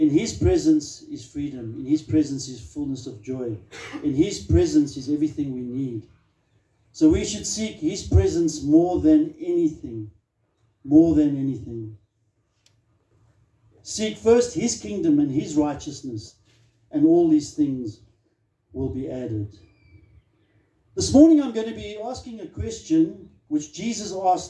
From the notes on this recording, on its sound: Recorded live on 15 October 2023 at Love Beyond Church.